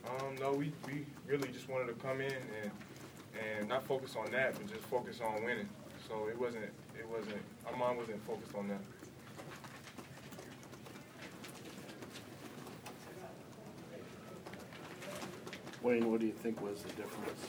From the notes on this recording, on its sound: postgame press conference